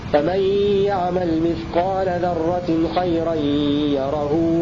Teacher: فيسكن الهاء هشام في لفظ يره في موضعي سورة الزلزلة وصلا ووقفا. والباقون يضمون الهاء وصلا ويمدونها بمقدار حركتين